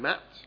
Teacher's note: A bilabial consonant as in m, as in mat.